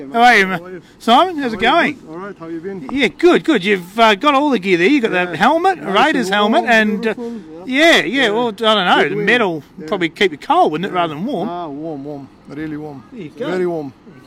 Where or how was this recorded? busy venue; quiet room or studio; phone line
busy venue